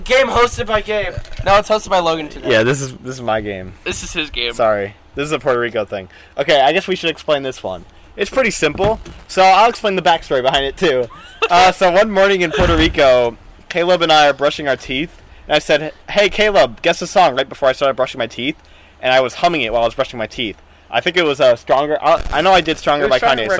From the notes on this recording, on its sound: Hi technical difficulties!! We are outside though!